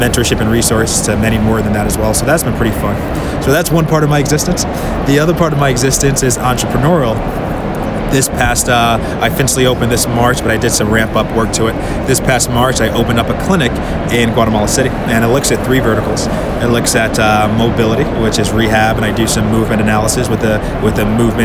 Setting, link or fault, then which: setting, busy venue